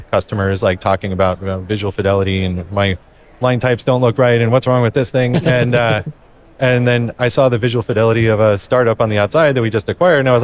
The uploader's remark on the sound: Recorded live from the show floor at Autodesk University 2022.